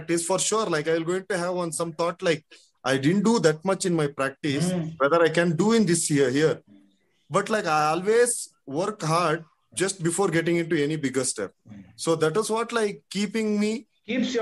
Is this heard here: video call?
yes